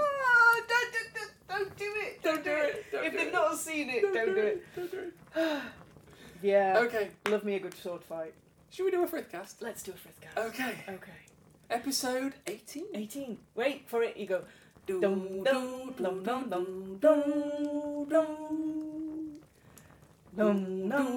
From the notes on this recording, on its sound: Background fire ambience